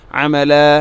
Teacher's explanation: വഖഫ് ചെയ്യുമ്പോൾ രണ്ട് ഹർക്കത്തിന് തുല്യമായിട്ട് നീട്ടണം. അമല മദ് ഇവതാണ് അതിൻ്റെ പേര്.